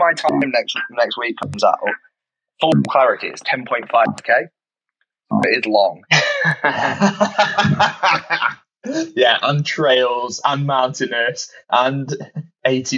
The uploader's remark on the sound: Sorry about the slight audio issues this week, the boys on in Thailand...